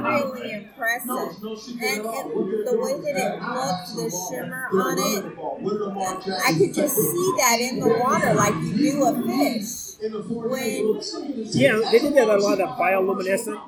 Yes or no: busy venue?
yes